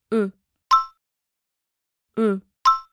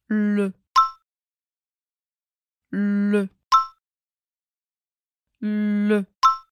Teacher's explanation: O movimento da boca que a gente faz para dizer o, com o movimento da língua para falar e.